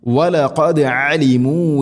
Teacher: ദാലിനെ സുക്കൂൻ ഖൽഖല ചെയ്യണം